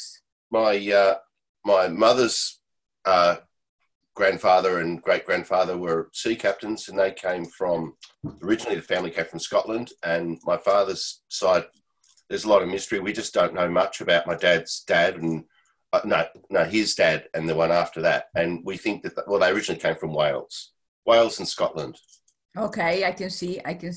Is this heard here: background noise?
no